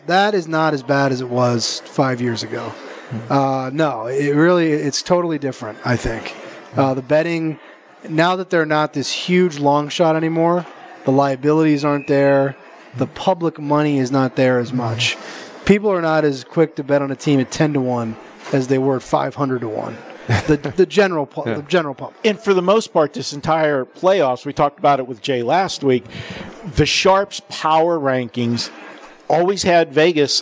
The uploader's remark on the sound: Live from the Super Book at the Westgate Las Vegas